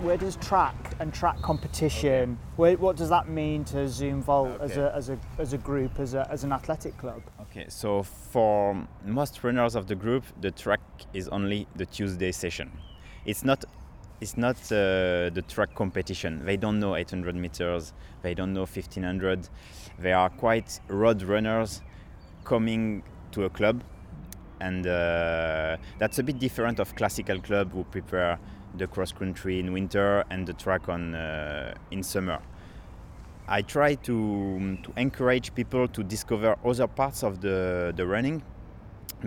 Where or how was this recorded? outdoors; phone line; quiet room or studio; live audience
outdoors